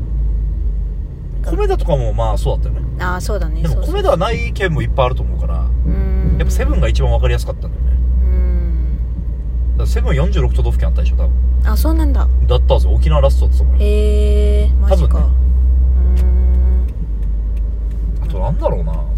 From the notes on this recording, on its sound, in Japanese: ドライブ中に録りました